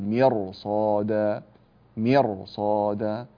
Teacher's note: الراء الساكنة وقبلها مكسور وبعدها الصاد حرف استعلاء، فنحن نفخم هذه الراء وإن كانت قبلها مكسور.